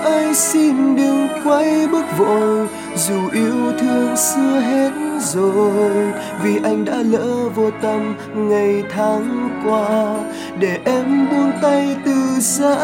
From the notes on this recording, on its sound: Recorded by my mobile phone